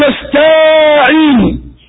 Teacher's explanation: وكذلك مد الفتحة على التاء من نستعين حتى يخيل للسامع أن بعد التاء ألفا